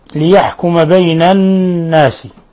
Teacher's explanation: النون مشددة تغن مقدار حركتين